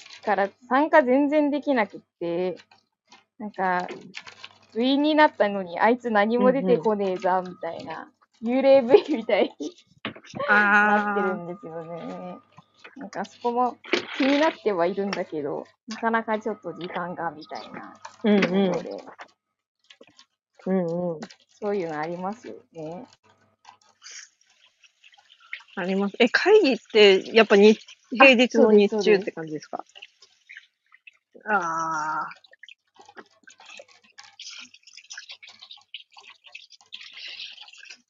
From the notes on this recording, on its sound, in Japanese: コラボ収録。作業中の収録の為雑音等入ってます。途中電波の状況が悪く音声が途切れますがちゃんと戻ります。